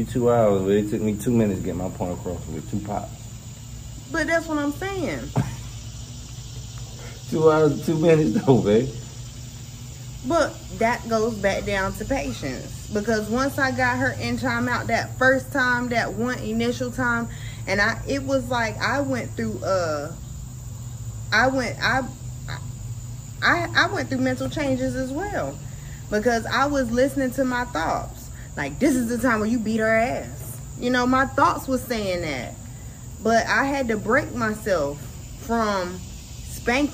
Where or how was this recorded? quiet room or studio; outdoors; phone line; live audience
outdoors